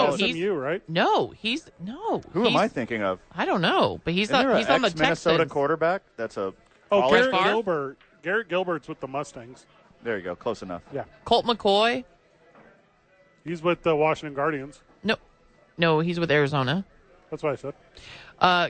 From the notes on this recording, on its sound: The Bois are live from Howies Sports Page.